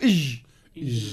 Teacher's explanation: الجيم من وسط اللسان، قولوا إج · Term: الجيم الفصيحة